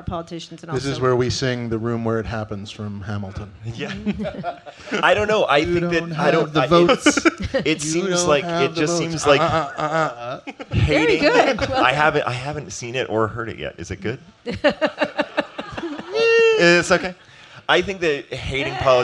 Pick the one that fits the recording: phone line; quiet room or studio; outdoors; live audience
live audience